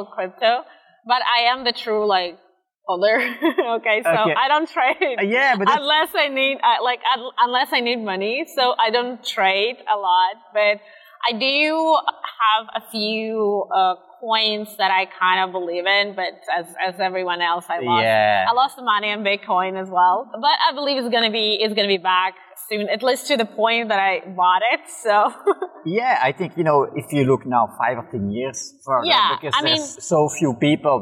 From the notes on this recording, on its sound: This episode was recorded outside at the Altice Arena in Lisbon during Web Summit.